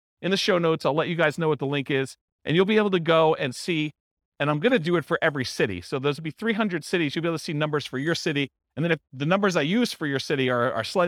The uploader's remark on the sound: This was a live class recorded